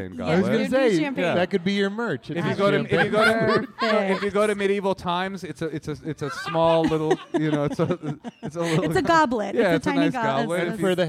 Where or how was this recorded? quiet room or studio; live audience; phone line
live audience